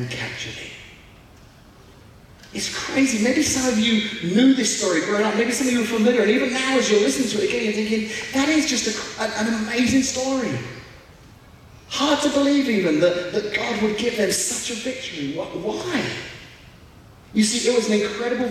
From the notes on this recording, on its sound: We apologize for the poor audio quality of this podcast